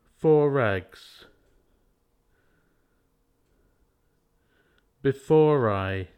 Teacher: R is added when OR meets a vowel sound in a VV connection.